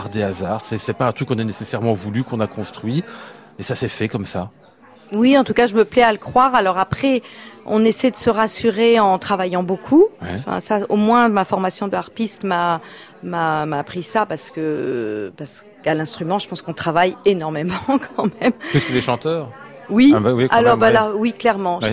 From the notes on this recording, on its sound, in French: En direct et en public depuis l'Hôtel Bedford ce soir